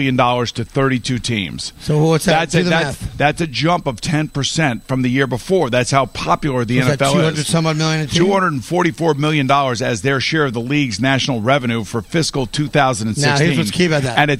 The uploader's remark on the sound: Live from the Mohegan Sun golf course. Open up their show live from the Mohegan Sun in Baltic CT.